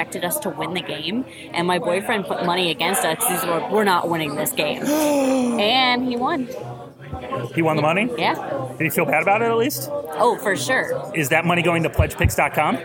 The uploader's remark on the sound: Live from ATL! The TDS Party Edition